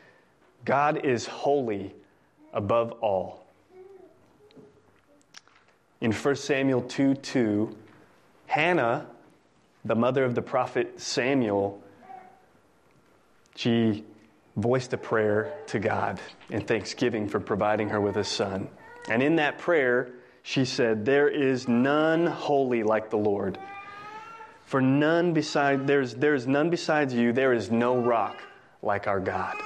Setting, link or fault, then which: setting, large echoing room